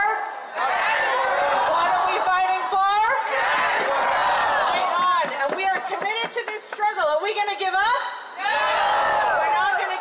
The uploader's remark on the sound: Out on the streets of Toronto covering live events. 'STATUS FOR ALL PROTEST'.